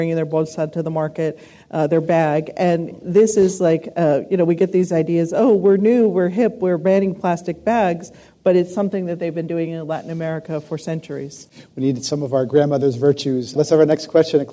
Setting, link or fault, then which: setting, live audience